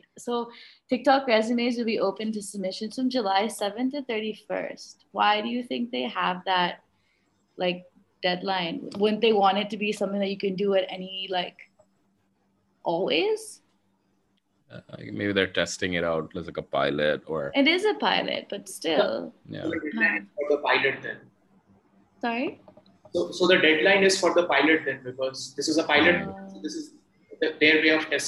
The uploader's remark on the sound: A zoom-side chat